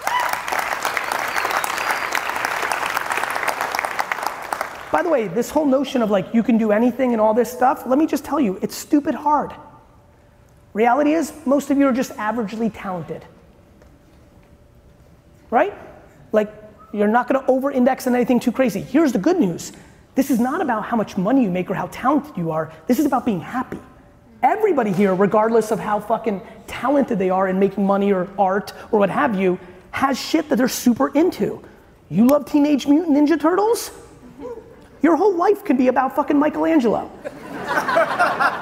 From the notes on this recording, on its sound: you get a throwback clip today from a keynote